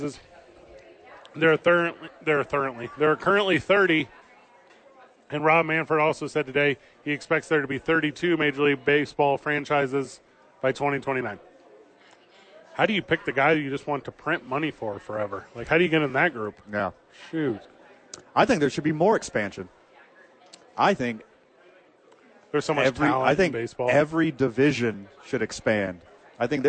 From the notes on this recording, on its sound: live from Sadies on 4th